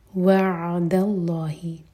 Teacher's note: عین ساکن پہ تھوڑا ٹائم دیں تاکہ جھٹکا نہ ہو